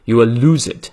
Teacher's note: Lose 是长 u，注意它的发音，嘴型要足够圆。